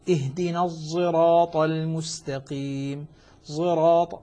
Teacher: لاحظ الصاد أغلب، استعلاء الصاد واضح واضح الاستعلاء، وأيضا الإطباق في الصاد موجود · ولكن المراد هنا هو إشمام الصاد زايا، وذلك هو خلط الصاد زايا بحيث تصبح الصاد كأنها قريبة من الزاي لكن الصاد فيها أشمل